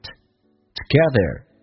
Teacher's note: to 不被强调，轻轻的 to 近似于发 t 这个发音